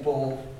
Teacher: In Connemara and in Munster, we say Bo. We have an open O here, Bo.